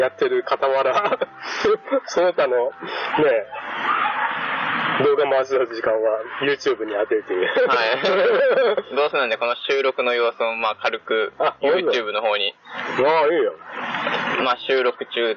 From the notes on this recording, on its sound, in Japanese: 今回は私が岐阜県美濃加茂市にお邪魔しました！お昼の時間にこの収録してます！！音質はちょっと良くないですが。